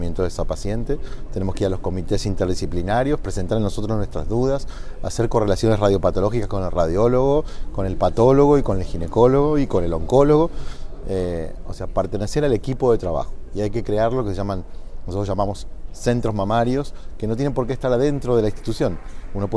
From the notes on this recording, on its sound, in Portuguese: gravado durante a 49ª Jornada Paulista de Radiologia, realizada em maio de 2019, em São Paulo